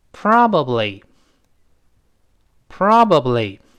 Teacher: 这个辅音 l 跟元音拼的时候，它不是弹出来的，它是粘出来的。舌尖往前指，跟上牙膛粘一下